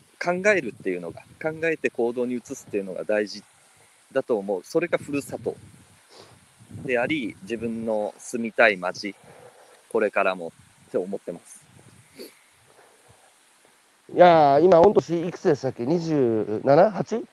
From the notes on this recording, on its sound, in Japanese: 歩きながら1時間、対談する。